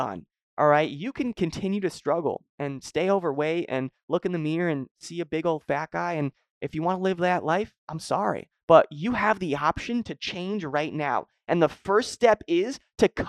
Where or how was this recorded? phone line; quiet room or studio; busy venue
quiet room or studio